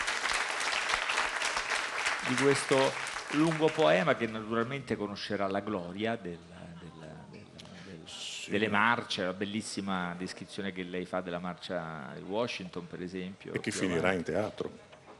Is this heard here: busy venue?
yes